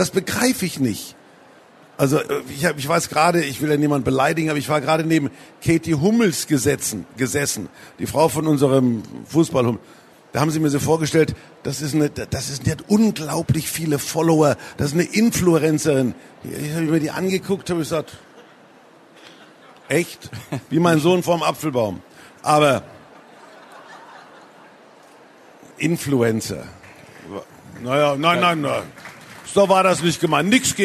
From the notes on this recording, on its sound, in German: Der Talk wurde Mitte Oktober im Rahmen der Veranstaltungsreihe „Der SPIEGEL im Gespräch" auf der Frankfurter Buchmesse aufgezeichnet.